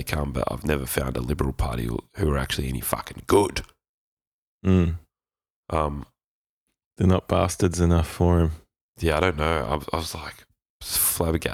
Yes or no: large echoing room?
no